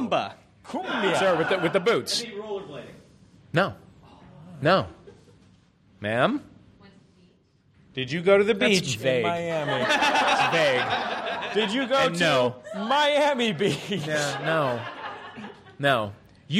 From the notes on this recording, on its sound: Live at MaxFunHQ for MaxFunDrive 2015. Streamed online from MaxFunHQ.